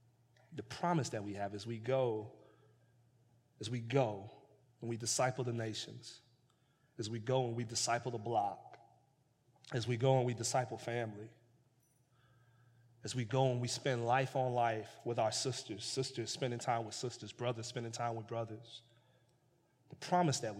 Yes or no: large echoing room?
yes